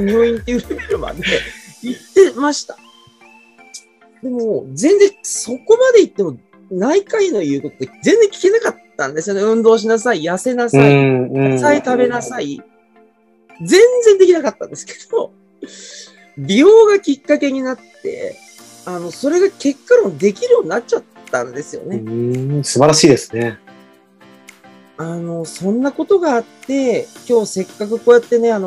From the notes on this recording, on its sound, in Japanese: こちらの配信は2022年4月にLinkd In上で行われたライブイベント企画での収録となります。